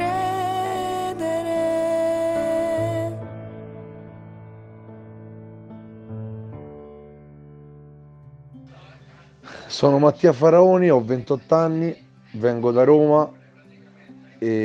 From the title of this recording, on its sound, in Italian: Note vocali dalla zona rossa